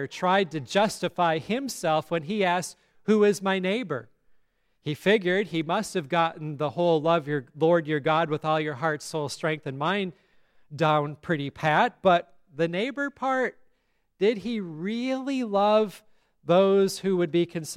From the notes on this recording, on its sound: at Grace Lutheran Church, Lexington, MO